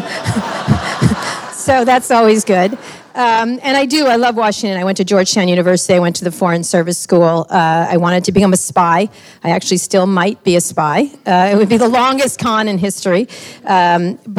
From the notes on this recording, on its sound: In this live interview recorded in Washington, D.